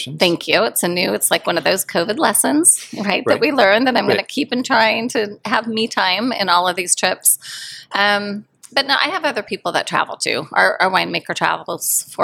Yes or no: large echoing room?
no